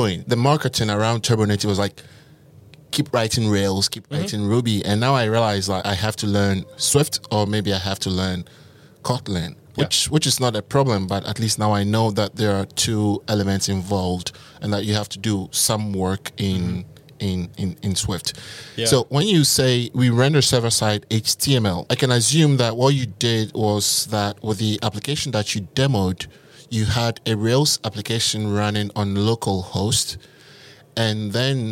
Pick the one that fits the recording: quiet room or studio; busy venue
busy venue